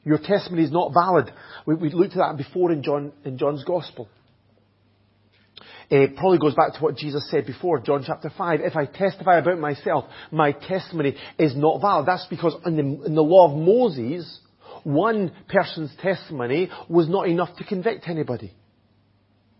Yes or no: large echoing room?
yes